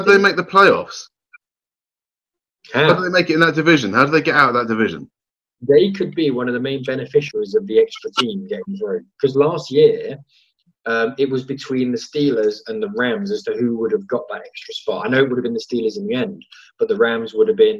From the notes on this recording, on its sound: Isolation Edition. Get on a video call to record.